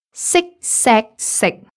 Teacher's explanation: Entering high flat, entering mid flat, entering low flat. · Term: entering tones